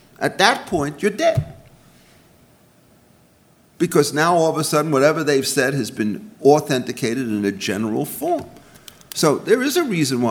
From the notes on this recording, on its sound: The following is taken from the Regulation and Rule of Law working group, Conference on the Role of Executive Power and Discretion Under the Rule of Law.